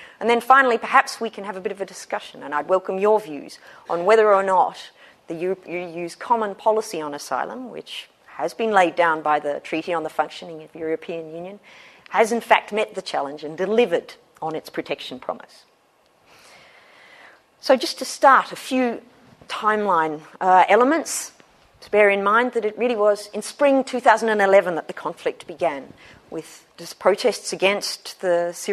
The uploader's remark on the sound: Special lecture, Michaelmas term 2013. Recorded on 24 October 2013 at the Oxford Department of International Development, University of Oxford.